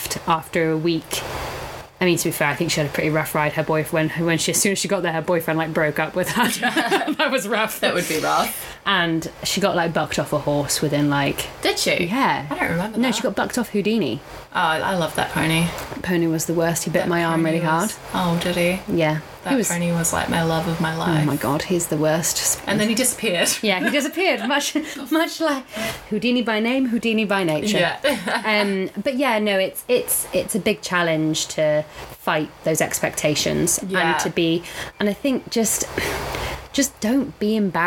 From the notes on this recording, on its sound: The audio is getting better each week we hope, but we are still heavy breathers with smokers laughs.